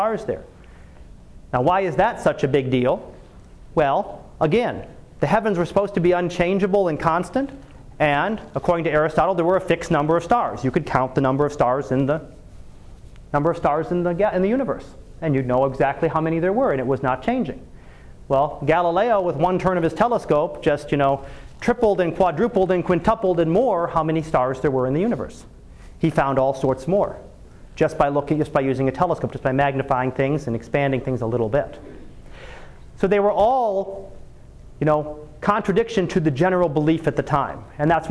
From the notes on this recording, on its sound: Live Class Lecture.